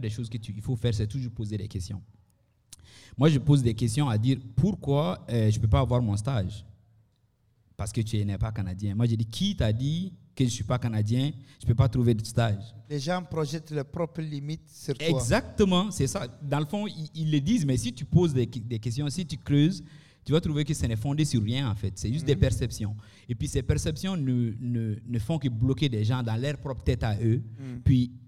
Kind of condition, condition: setting, busy venue